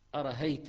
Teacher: لك مثلا قال أرأيت إذ أوينا إلى الصخرة، روي لورش أرهيت بتسهيل الهمزة الثانية بهاء، يعني أرهيت أقرب إلى الهاء وإبدالها ألفا ومدها لسكون الياء التي بعدها، أرأيت إذا وينا إلى